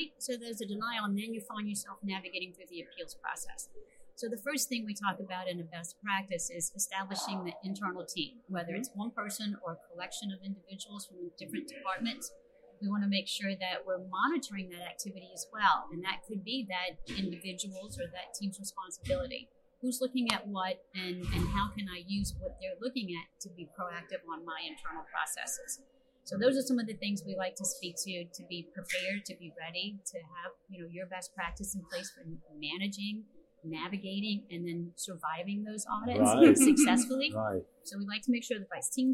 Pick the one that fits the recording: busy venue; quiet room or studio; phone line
busy venue